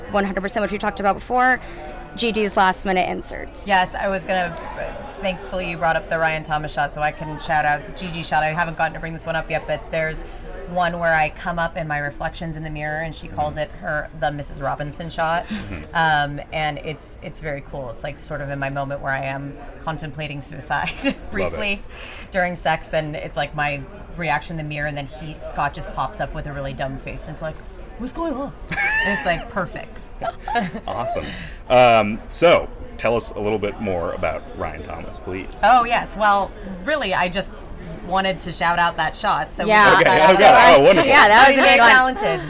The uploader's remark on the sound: We are live, on-location at the TCL Chinese Theatre for the 19th annual Oscar Qualifying HollyShorts Film Festival , as the official podcast partner. We are live, on-location at the TCL Chinese Theatre for the 19th annual Oscar Qualifying HollyShorts Film Festival , as the official podcast partner.